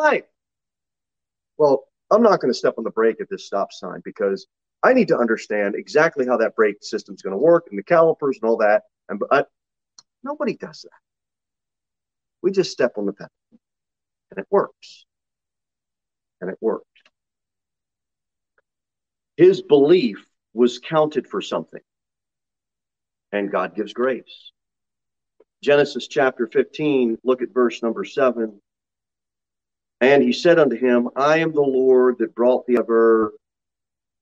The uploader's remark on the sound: Sermon delivered at Pilgrim Baptist Church on Thursday, March 16, 2023, at 6:15 pm. Jere Whitson Rd.